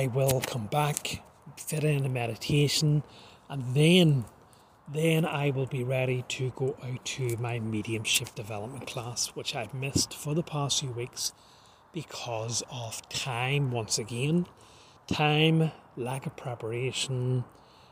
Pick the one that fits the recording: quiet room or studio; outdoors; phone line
outdoors